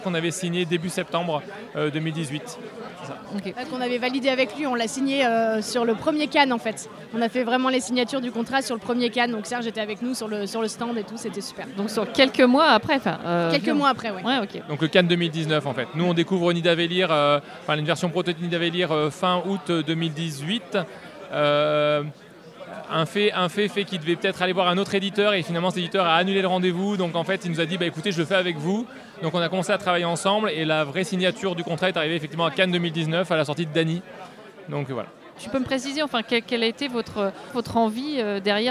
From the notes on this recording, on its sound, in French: Rencontre avec le couple lors du festival Paris est ludique 2023.